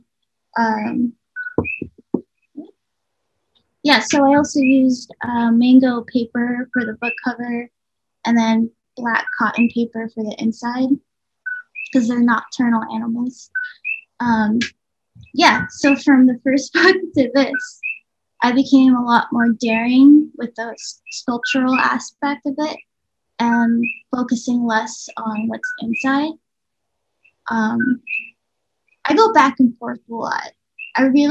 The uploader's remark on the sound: We arrange our Zoom call for Friday